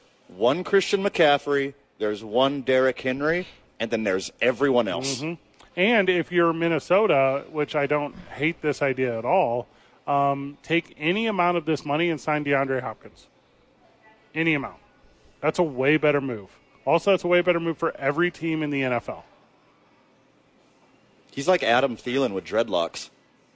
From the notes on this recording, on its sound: live from Red Door Brewery downtown